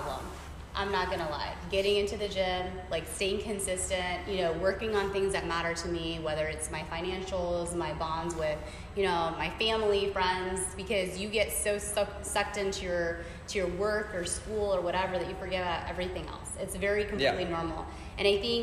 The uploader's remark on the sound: We recorded our podcast here, so thank you to Baylor Scott & White for being so accommodating. Sorry about the echo!